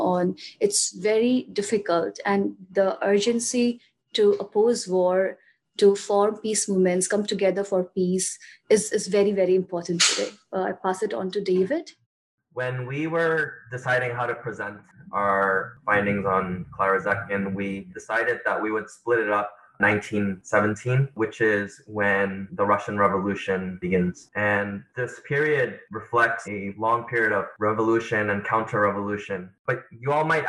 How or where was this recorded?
video call